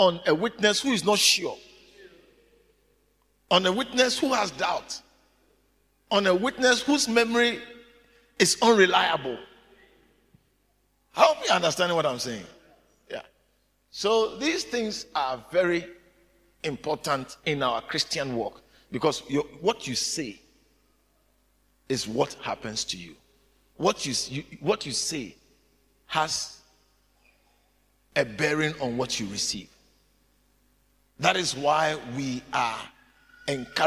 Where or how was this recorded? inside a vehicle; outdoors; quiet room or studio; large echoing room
large echoing room